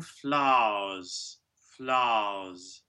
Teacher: we need to make the triphthong happen smoothly on one note.